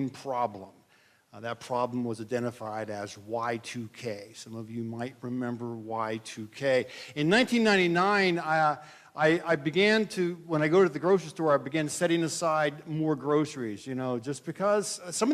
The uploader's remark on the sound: This is a message that I delivered on Nov 26, 2023 at Midway Mennonite Church in Columbiana, OH